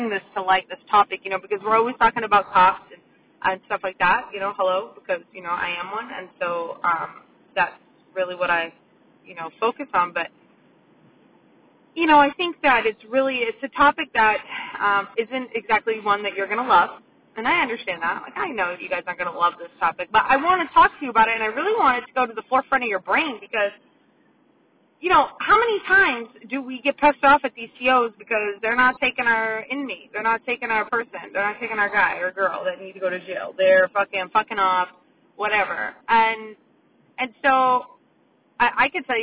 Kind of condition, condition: setting, inside a vehicle